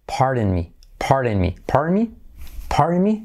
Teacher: P más A más R, pardon. Y la D se hace como R suave y casi la R se la come, ¿verdad? Fijaos, pardon me, pardon me, pardon me, pardon me.